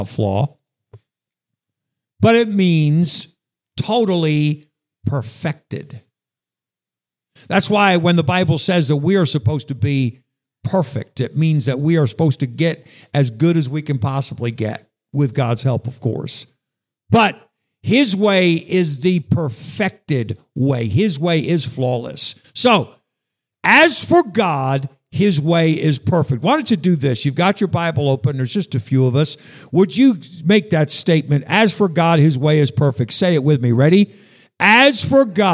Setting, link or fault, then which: setting, large echoing room